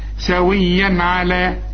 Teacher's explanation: يبقى مش هتغن علشان العين من حروف الإظهار